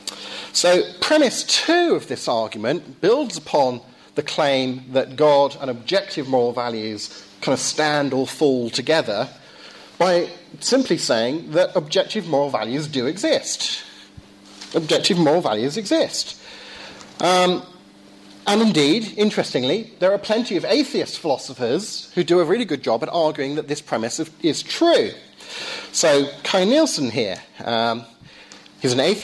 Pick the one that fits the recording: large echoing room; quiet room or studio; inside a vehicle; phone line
large echoing room